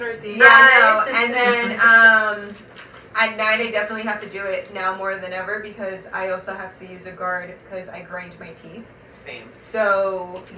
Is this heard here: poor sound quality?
yes